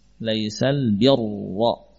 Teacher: Walaupun dia bukan huruf isti'la, tapi dalam bab ini ra kita baca dengan tebal seperti huruf isti'la.